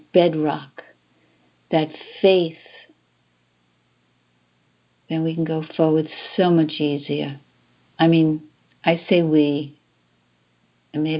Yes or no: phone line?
yes